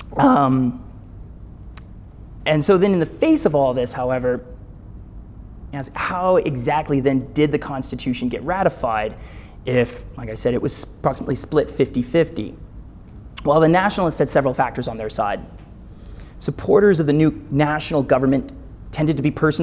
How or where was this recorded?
live audience